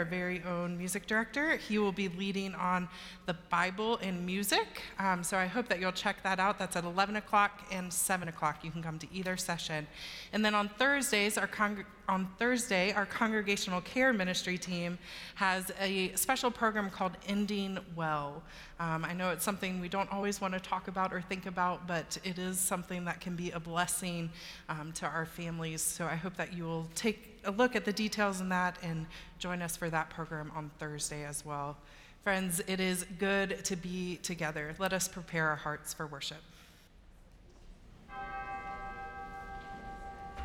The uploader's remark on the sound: Worship at Myers Park (ASL). Live from Myers Park United Methodist Church in Charlotte, North Carolina.